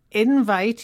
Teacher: invite here is a noun with the stress on the first syllable